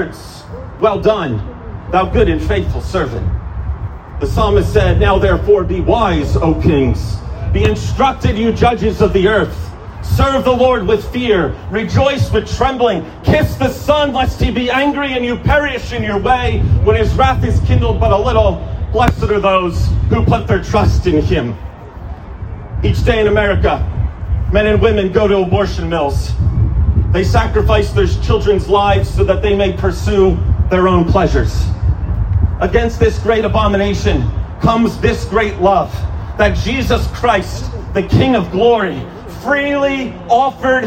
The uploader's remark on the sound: An Outdoor Sermon